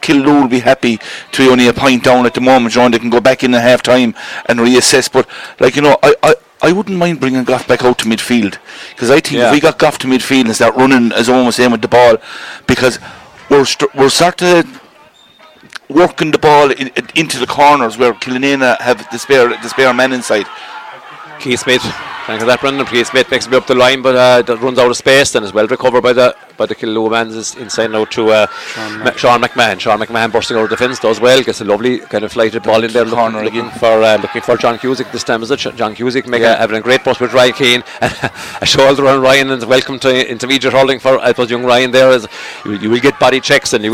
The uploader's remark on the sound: Outside broadcast.